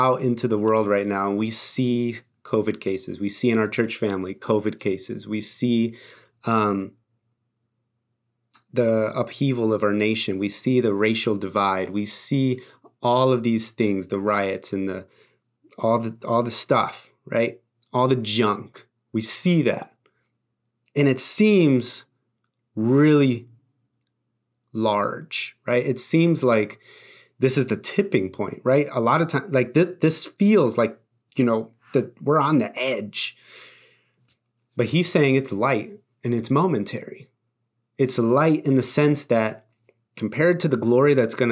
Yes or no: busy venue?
no